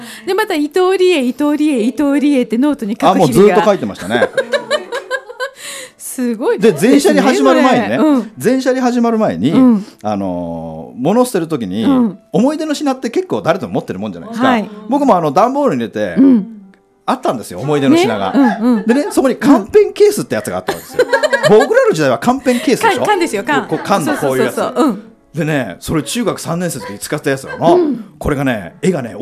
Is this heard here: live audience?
yes